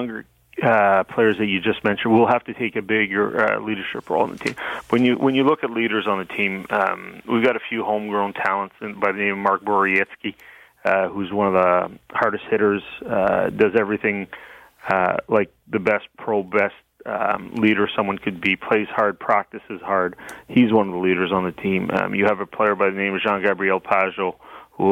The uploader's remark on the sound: Phones in to talk with the boys.